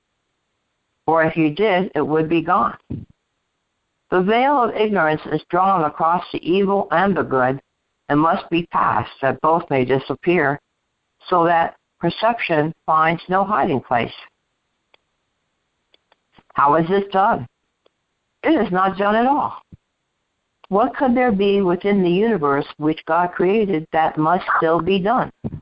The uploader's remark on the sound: ACIM Daily TEXT Conference Call.